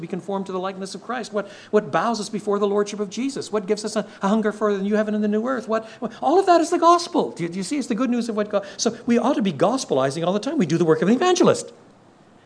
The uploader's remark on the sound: contains the questions prospective church planters and their supporters posed